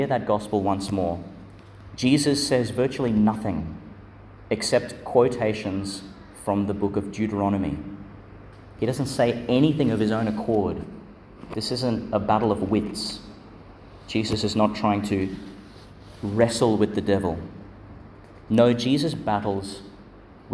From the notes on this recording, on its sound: delivered in Our Lady Star of the Sea, Gladstone, and Our Lady of Mount Carmel, Mt Larcom, Qld.